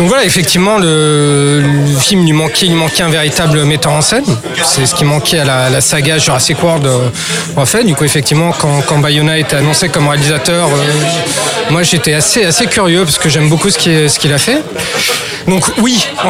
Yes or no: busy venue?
yes